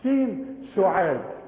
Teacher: السين ما تعملهاش مطعمة بالصاد